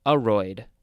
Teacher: The first syllable is emphasized.